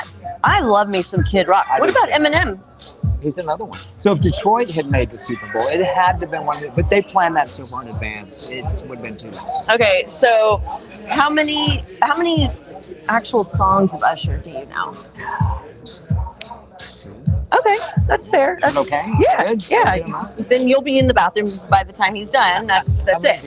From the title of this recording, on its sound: Live from The Hollow